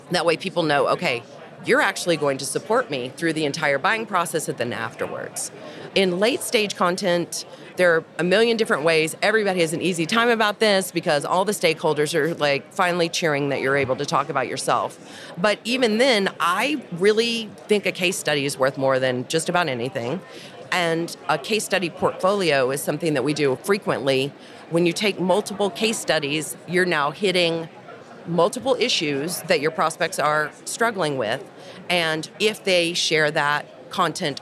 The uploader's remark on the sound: On the show floor at B2BMX this past February